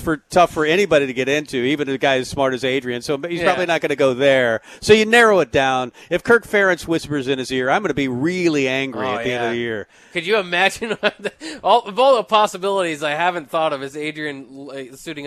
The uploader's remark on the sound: Tailgate Tuesday live from Chick-Fil-A